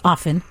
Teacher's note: It's often. It's there's no hard T. It's often.